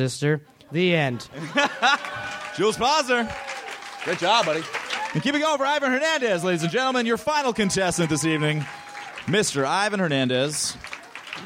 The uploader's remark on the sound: Recorded at Cobb's Comedy Club, San Francisco, CA June 6, 2013.